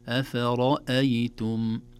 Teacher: على سبيل المثال قال أفرأيتم، أفرأيتم، لا نقول أفرأيتم أفرأيتم، لا، أفرأيتم كلها مرققة، اللهم إلا الراء مفخمة